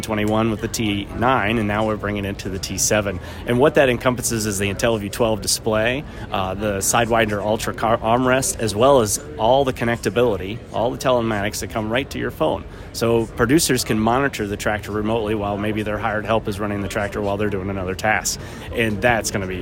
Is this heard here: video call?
no